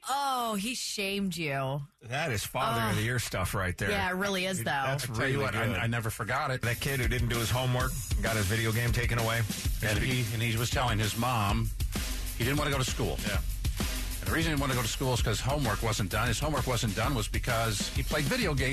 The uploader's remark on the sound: After many comments and phone calls